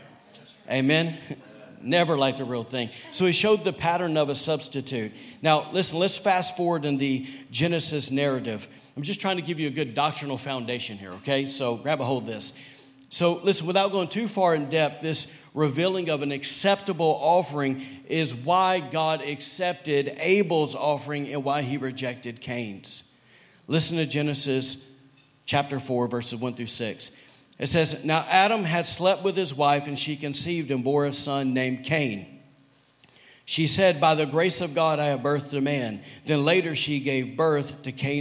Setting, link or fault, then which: setting, large echoing room